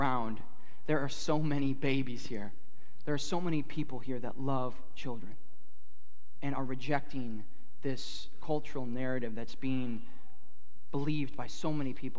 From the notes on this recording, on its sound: at Harvest Plains Church in Mapleton, ND